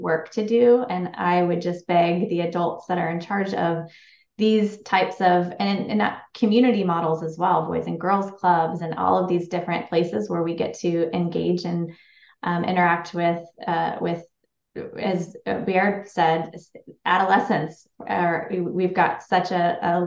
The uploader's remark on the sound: These episodes are recorded live using a webinar platform to encourage questions from alliance members and other listeners.